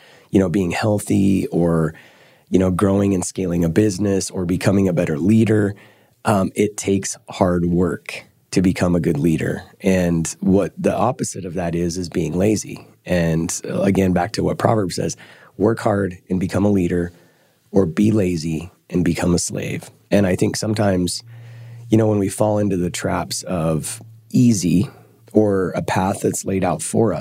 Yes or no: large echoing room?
no